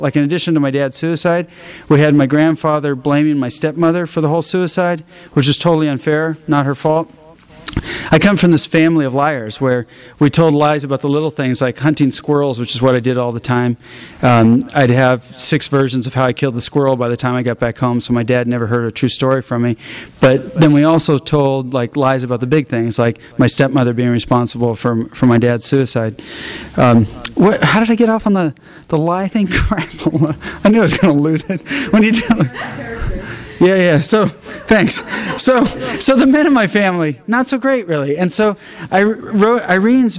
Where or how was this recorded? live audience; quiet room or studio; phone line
live audience